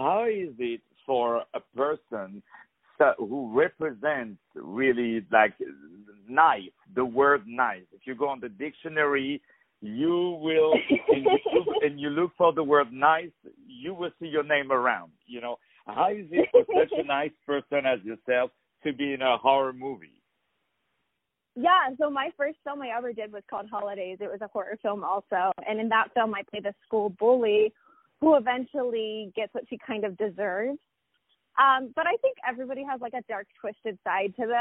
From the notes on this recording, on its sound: On the phone